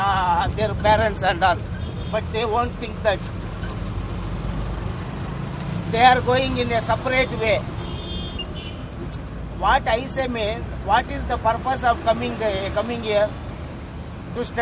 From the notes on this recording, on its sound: Conversation i had with interesting autowala while riding from Indra Ngr to Kormangla, Bangalore.